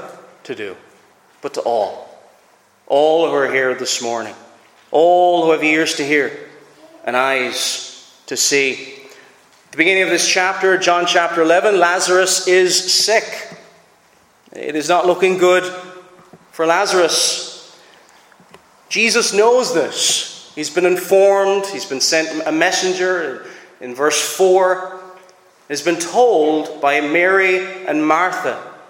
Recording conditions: large echoing room